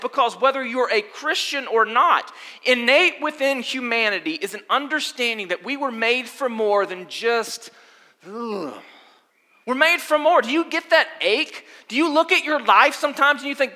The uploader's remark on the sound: Sunday Gathering Audio From Restoration Church